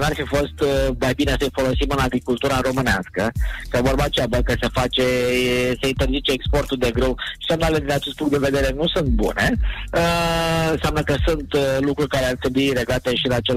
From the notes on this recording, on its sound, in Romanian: live prin telefon